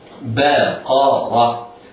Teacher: الباء مرققة والقاف والراء مفخمتان، إن وهما في الدرجة الثانية من درجات التفخيم لأنهما مفتوحتان وليس بعدهما ألف أو بعد وليس بعد كل منهما ألف.